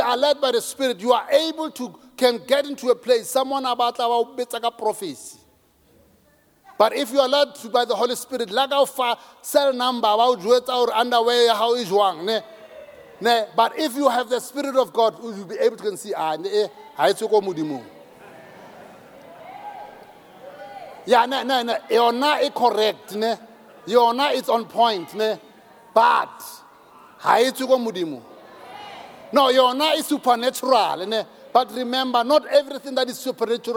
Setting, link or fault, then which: setting, large echoing room